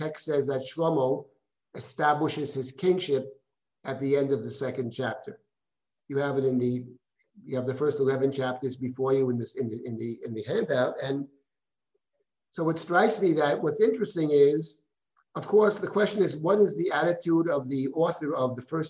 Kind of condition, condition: link, video call